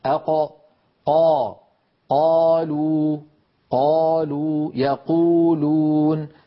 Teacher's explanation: منطقة أقصى اللسان ترتفع كما نرى في اللوحة، وتقرع المنطقة التي اسمها الحنك اللحمي · Term: القاف